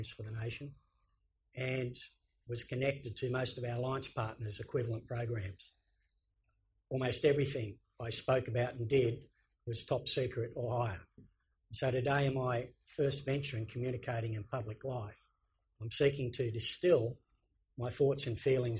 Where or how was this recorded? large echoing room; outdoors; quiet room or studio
large echoing room